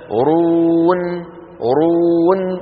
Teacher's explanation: النون الأخيرة شو فيها؟ مطة بسيطة